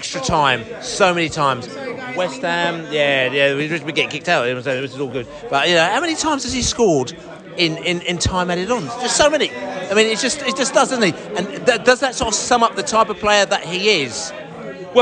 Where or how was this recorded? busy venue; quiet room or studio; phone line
busy venue